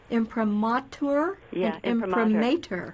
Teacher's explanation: I find two pronunciations in here, but in both of them, the accent is on the ma